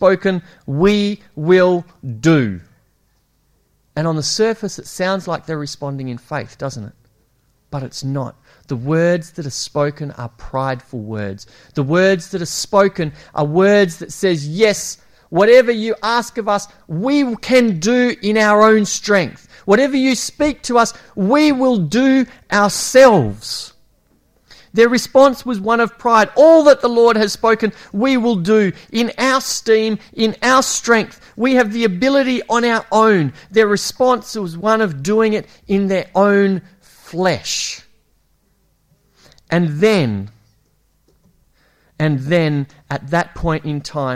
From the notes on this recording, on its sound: It was preached at Esperance Church of Christ